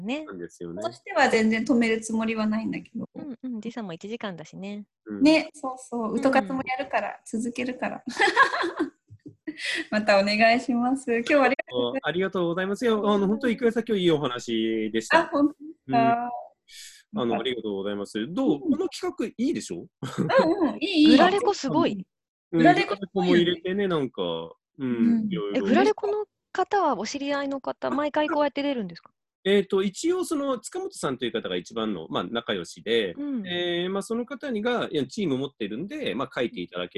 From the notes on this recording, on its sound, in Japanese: カラフル・スペース放送局』は、ZOOMを使っての新しい形のトーク番組。